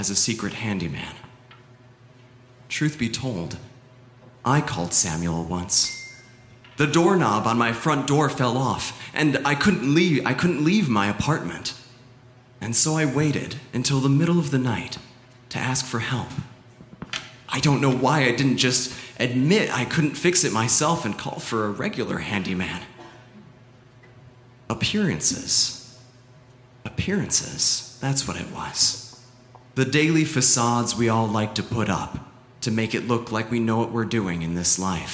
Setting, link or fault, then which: setting, live audience